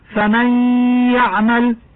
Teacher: نبدل النون الساكنة ياء ساكنة ثم ندغمها في ياء يعمل وننطقها حرفا واحدا مشددا من جنس الثاني فتقرأ فمن يعمل، وكذلك ندغم التنوين والذي هو نون ساكنة في كلمة خيرا بالياء في كلمة يره فتقرأ خيرا يره ومثلها شرا يره، ويسمى هذا الإدغام ناقصا لوجود الغنة عند النطق به.